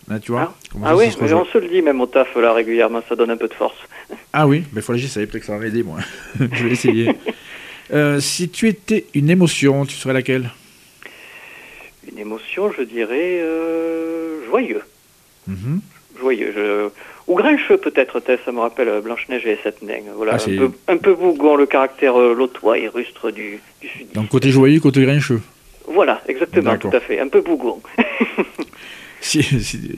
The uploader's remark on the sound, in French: Reçoit par téléphone le romancier.